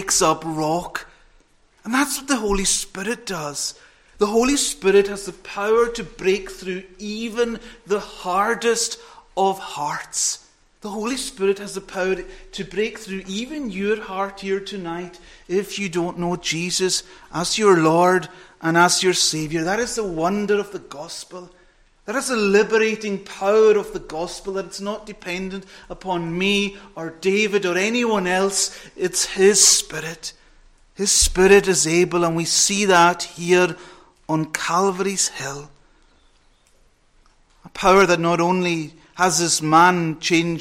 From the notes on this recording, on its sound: Saturday evening preparatory service. Recorded at North Harris Free Church on the evening of Saturday 17th September 2022.